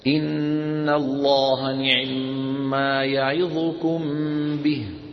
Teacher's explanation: يعني كما قلنا سرعة في خفض، احفظوا الكلمتين، سرعة في خفض عند هذا الحرف، عند كسرة العين يسرعون قليلا ويخفضون الصوت · Term: الاختلاس